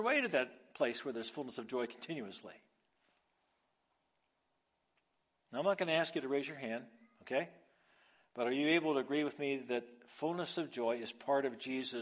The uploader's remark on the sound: Recorded live on Sunday, February 5th